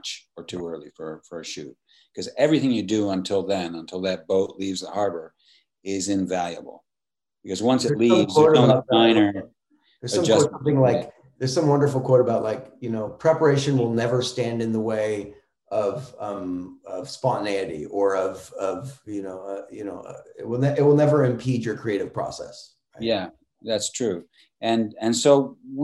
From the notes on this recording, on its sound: in a spoiler-filled virtual Q&A